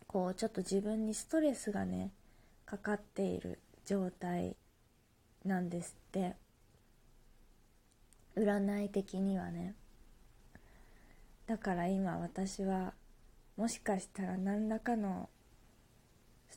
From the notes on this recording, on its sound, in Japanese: 自宅でスマホによる収録のため様々な騒音が収録されています、ご了承ください。